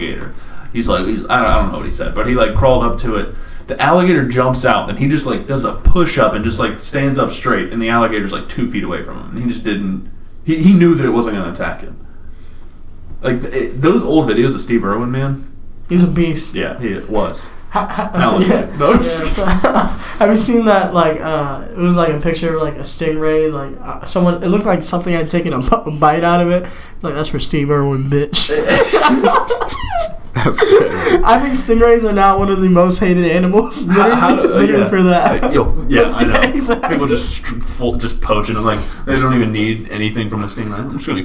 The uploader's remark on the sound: Sorry about the slight echo issue, I will work to resolve that.